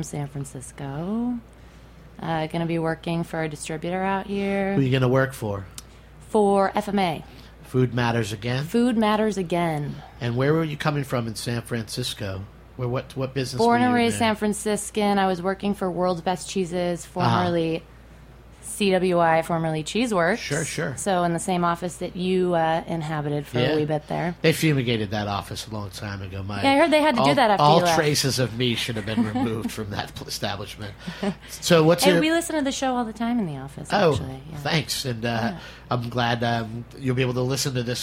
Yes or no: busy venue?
yes